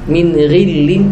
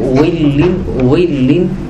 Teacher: Ketika mereka berdua goin atau ho dalam kondisi kasroh, maka dia berubah cara bacanya, tapi hukumnya tetap tafkhim. · Shown in: first take · Term: tafkhim nisbi